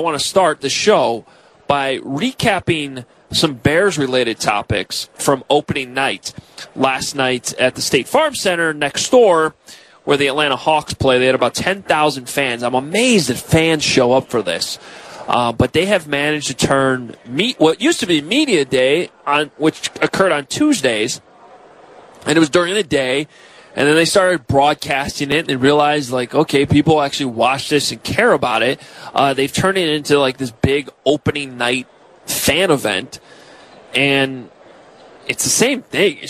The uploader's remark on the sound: Live From Radio Row